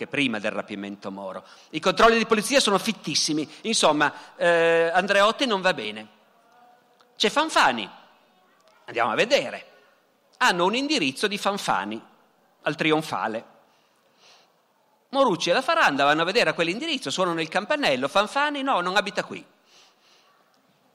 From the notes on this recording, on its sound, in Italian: Dal Festival della Mente 2017.